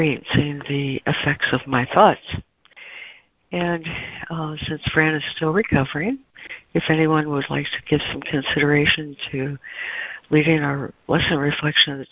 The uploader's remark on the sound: ACIM Daily Conference Call.